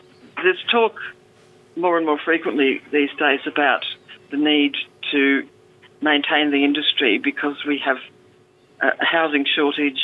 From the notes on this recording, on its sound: Joining us via phone from the South Coast and in studio.